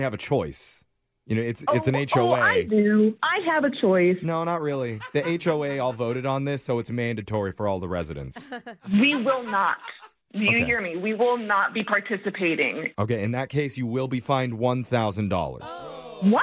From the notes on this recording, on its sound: Phone Tap